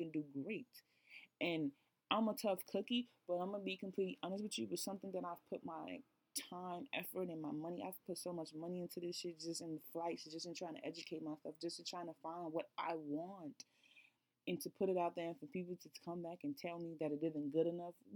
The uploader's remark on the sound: Sorry, the audio is pretty low!